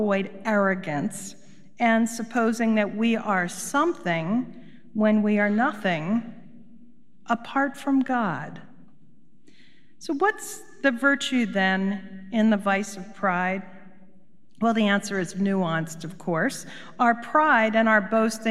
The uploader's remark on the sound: Recorded live at Beatitudes Church in Phoenix, AZ.